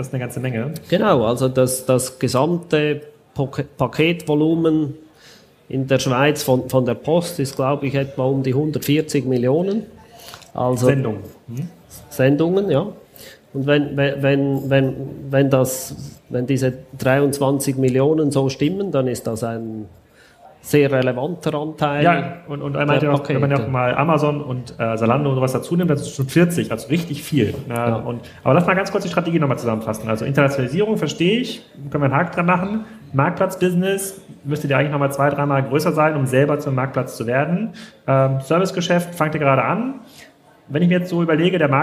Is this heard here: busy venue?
yes